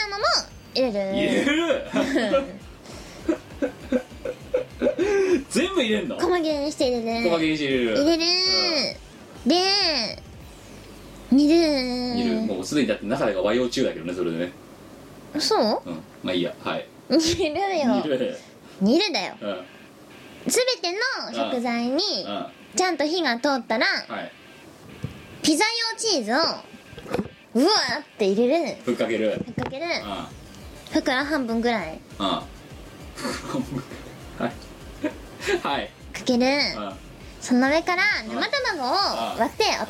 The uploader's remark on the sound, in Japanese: 機材の関係でノイズが多く入っております。